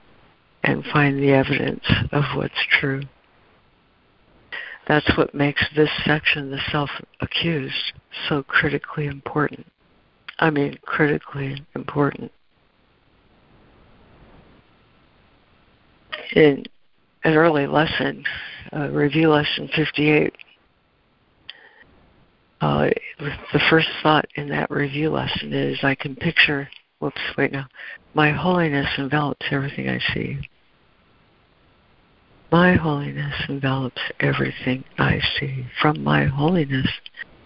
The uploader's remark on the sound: ACIM Daily Conference Call.